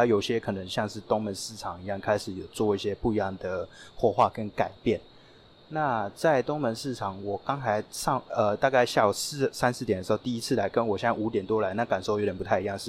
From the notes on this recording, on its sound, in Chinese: 首次嘗試戶外的「跟著聲音去旅行」，在室外部分會收到環境音，與環境音的播放。因為環境因素加上收音器材並沒有特別好，所以音質部分請見諒。另外有部分旁白是室內錄的。